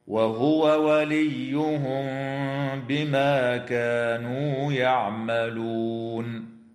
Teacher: يجب إظهار الواو عند الواو من قوله تعالى وهو وليهم